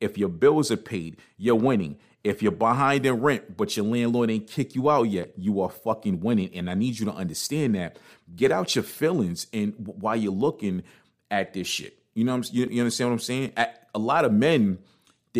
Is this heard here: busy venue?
no